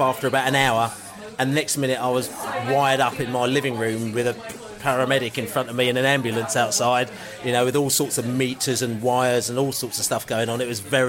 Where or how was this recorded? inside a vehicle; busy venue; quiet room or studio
busy venue